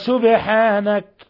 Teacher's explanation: باء ساكنة قلقل لأنها من حروف قطب جد